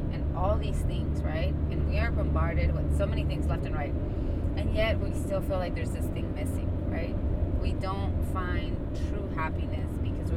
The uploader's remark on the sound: A Car Convo on Fear and Being Deserving. In this episode, we ditched the table and hopped in the car and gathered for a little getaway.